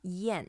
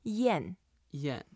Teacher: It's the fourth tone, and we have to go down, and you can make it slightly longer if you wish.